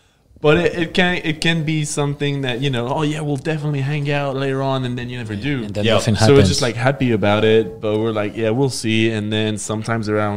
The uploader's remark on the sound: Cvlt Fest Interview. Dropped in for a chat with the Everblack Podcast after their set at Cvlt Fest in Brisbane.